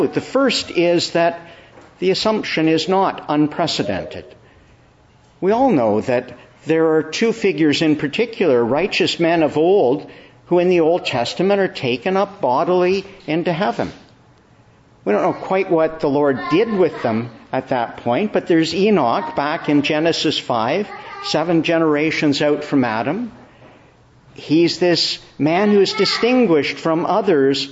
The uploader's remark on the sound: Evening Service. Preached in the Church of the Annunciation of the Blessed Virgin Mary.